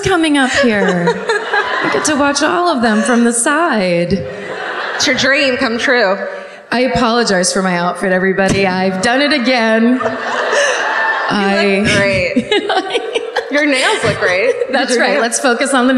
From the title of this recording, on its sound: Live at the Tampa Theatre in Tampa